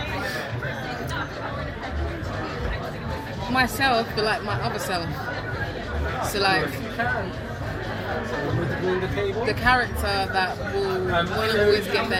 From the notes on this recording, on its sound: BFI Southbank background noise!